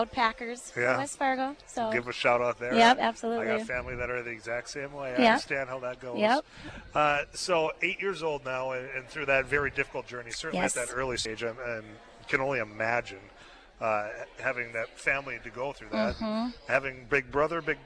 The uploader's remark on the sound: live at Dakota Medical Foundation for Giving Hearts Day 2024